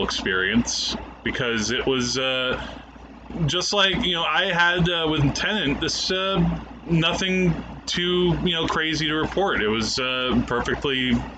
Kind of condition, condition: fault, sounds in the background